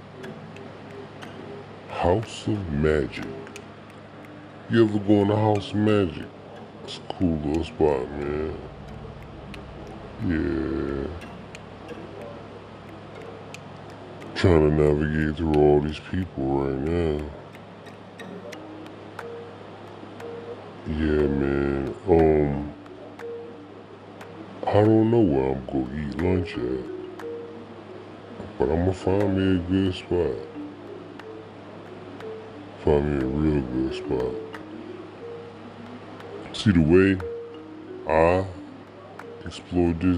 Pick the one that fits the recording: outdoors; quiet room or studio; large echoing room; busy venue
outdoors